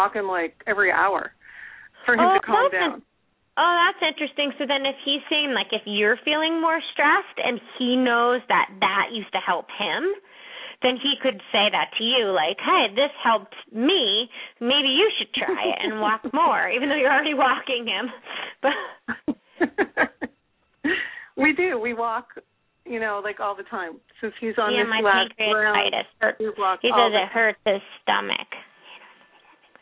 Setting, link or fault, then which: link, phone line